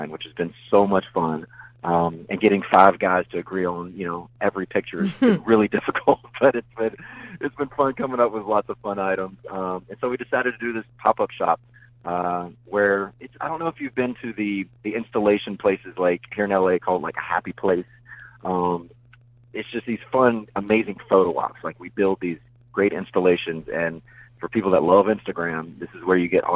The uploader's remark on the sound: We hopped on the phone